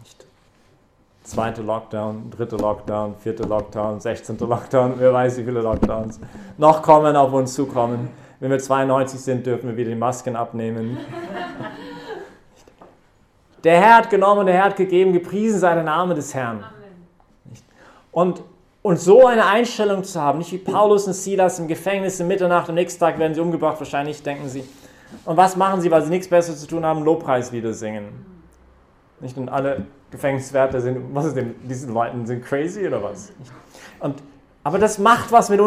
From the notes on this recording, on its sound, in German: Hat diese Predigt während der Young Professionals Messe am 13-12-2020 im Zentrum Johannes Paul II.